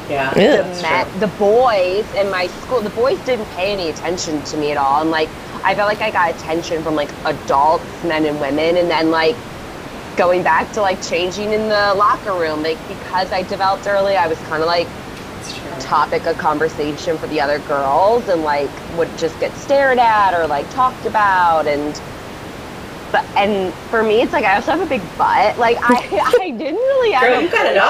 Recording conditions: background noise